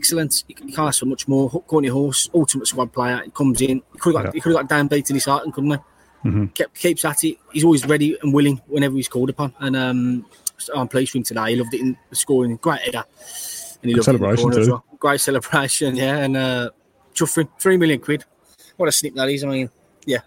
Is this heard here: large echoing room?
no